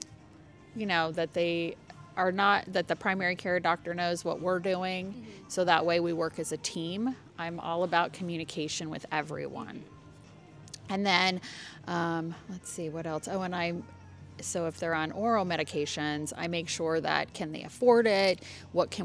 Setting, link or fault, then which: setting, busy venue